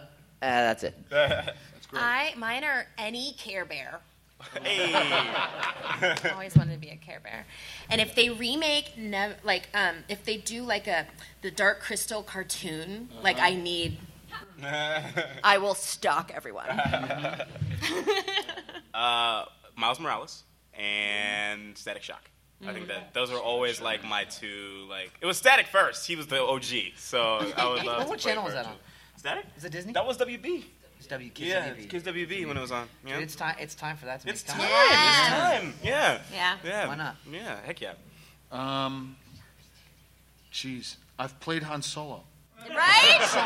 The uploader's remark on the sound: Recorded LIVE at Stan Lee's LA Comicon. With live Q&A.